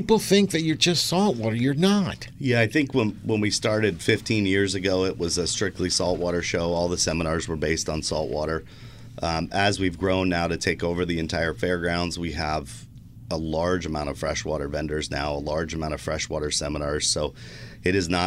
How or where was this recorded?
busy venue